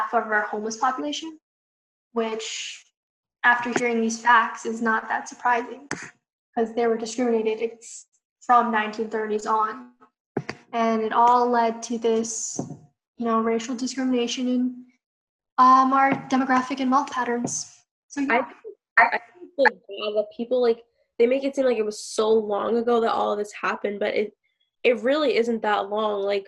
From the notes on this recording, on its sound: We've been recording through zoom because of the current social distancing situation, so the audio quality is not the best.